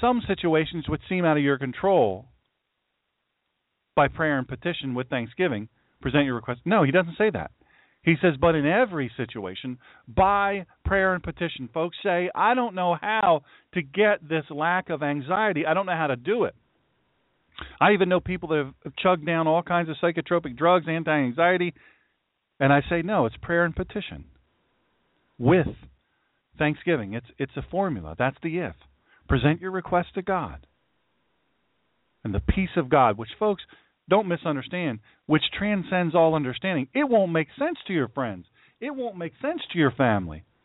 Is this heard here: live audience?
no